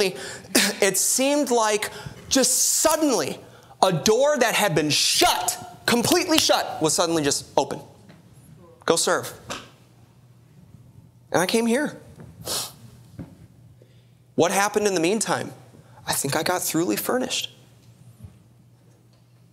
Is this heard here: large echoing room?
yes